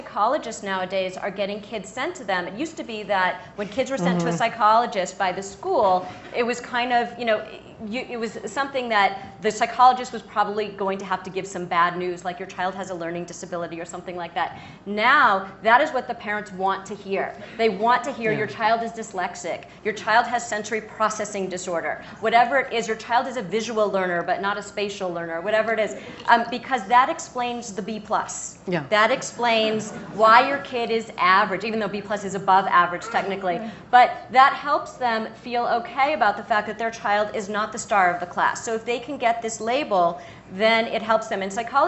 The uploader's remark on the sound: from the Aspen Ideas Festival